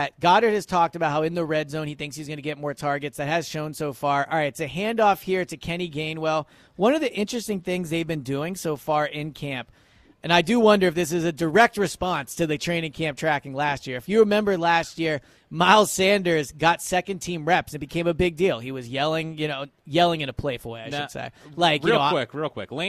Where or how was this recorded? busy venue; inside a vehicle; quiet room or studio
busy venue